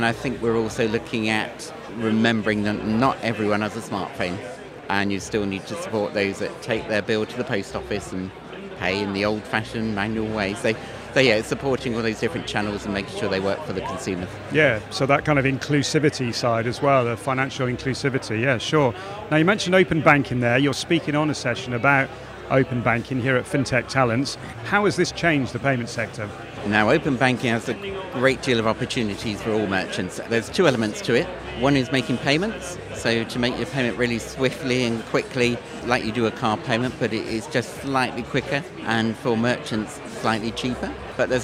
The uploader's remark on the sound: Live from Fintech Talents Festival